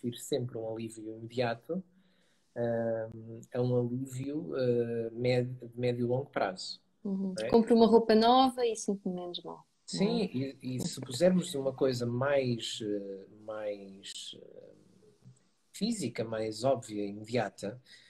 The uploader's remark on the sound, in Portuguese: Conversa Live IG.